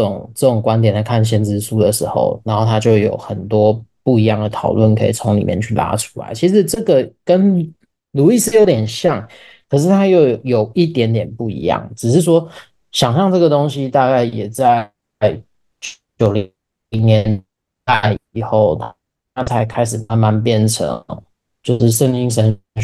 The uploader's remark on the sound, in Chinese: Zoom #讀書會